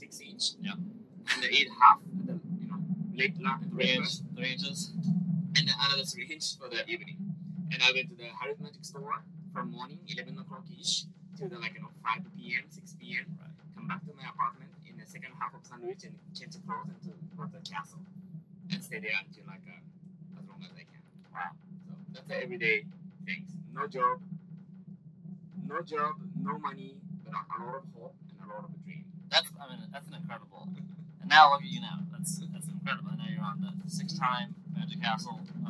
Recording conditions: sounds in the background